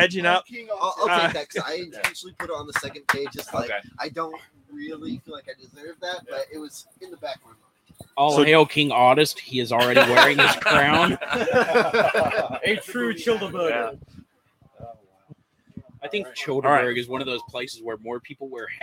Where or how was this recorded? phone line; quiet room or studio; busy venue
busy venue